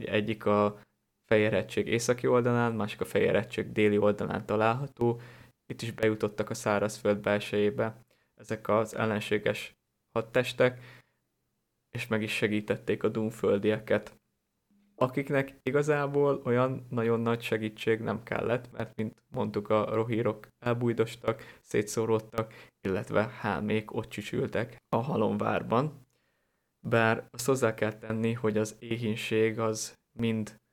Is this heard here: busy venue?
no